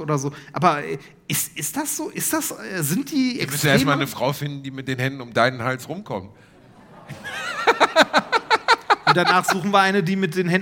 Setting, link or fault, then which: setting, live audience